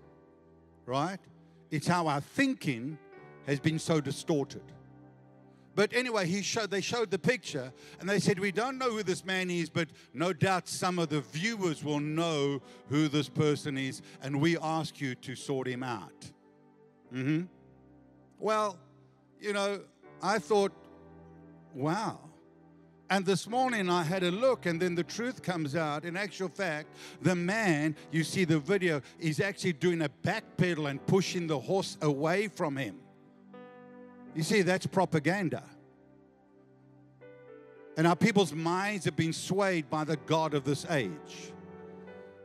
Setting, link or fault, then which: setting, large echoing room